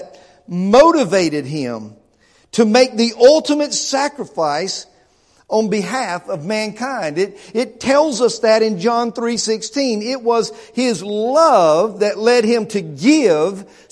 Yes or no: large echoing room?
yes